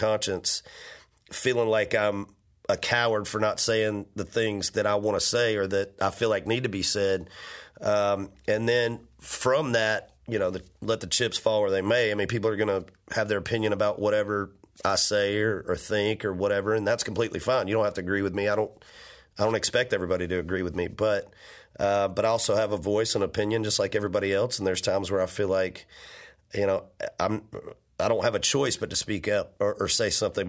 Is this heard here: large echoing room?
no